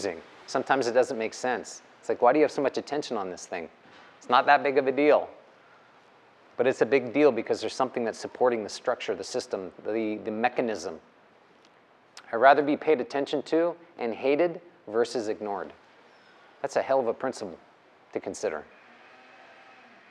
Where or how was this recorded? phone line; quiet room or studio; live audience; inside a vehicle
live audience